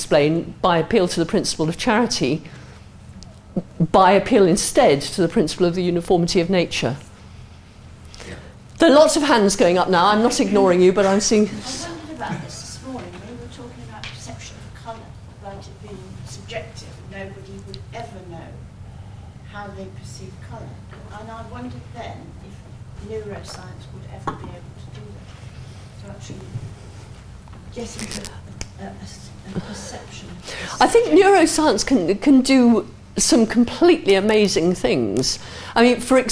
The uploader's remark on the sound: answers questions from the audience